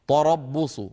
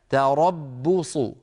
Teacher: تاء مرققة راء مفخمة باء مرققة صاد مفخمة · Shown in: second take